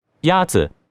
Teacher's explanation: The first tone is a high-level tone.